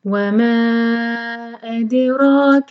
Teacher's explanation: وَمَا مَا مد منفصل ہے، چار حرکت کھینچیں گے. وما اد دال پر قلقلہ، اد روک را دو حرکہ، مد طبعی اور را ہیوی کیونکہ اس کے اوپر فتح ہے